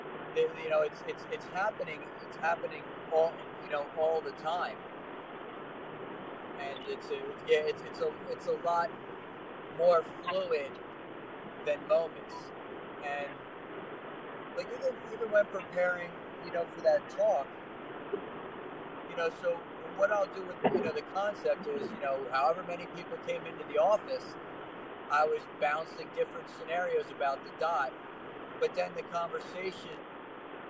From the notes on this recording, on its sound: We took the opportunity to use our time on the road today to record the podcast since we both had hours of drive time in front of us. This was our first “on the road” episode.